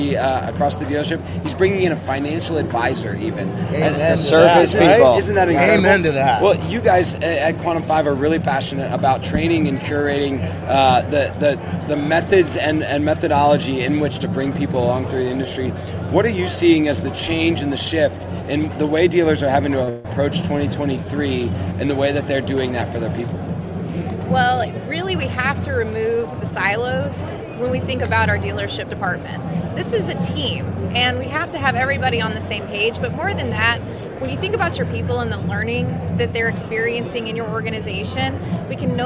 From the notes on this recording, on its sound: We're live from the NADA Show Floor for the Ribbon Cutting. We grabbed a couple of friends to chat about their NADA Show experience so far.